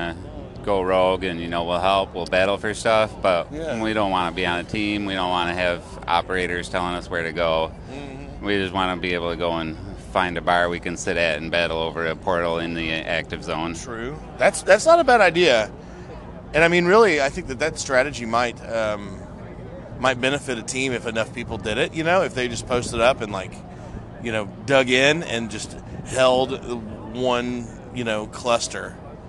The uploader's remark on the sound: In this field recorded bonus episode we describe our experiences as we play Ingress in Chicago with hundreds of other agents. We conduct several short interviews with others about the days experience and even previous anomaly experiences.